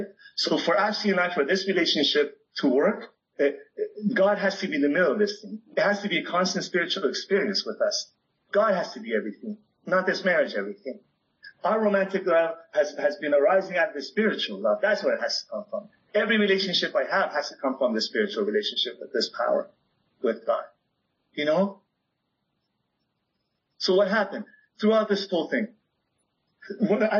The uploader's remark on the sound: This meeting was recorded on September 11th 2022 at the Sheffield Sunday, As Bill Sees it meeting on Zoom.